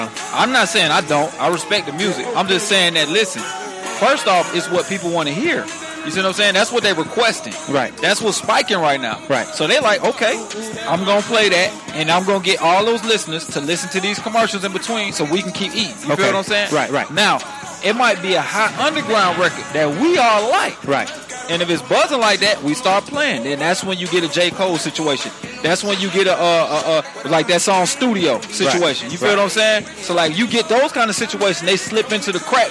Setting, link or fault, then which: setting, busy venue